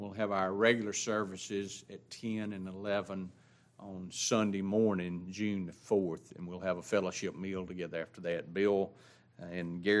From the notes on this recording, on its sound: This is the LIVE STREAM broadcast of the adult Bible class and the Sunday Worship service of Grace Baptist of Ruston Louisiana.